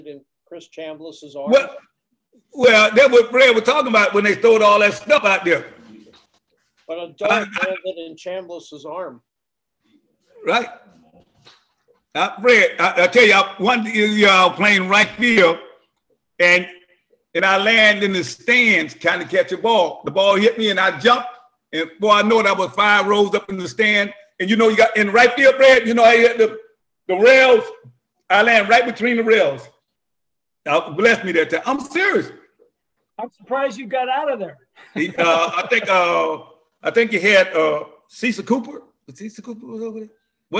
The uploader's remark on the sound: LIVE ZOOM CONVERSATION.